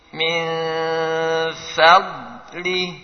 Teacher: Ditahan, tidak ada qalqalah pada dhad, tidak ada qalqalah. Harus beda antara dhad dengan dha.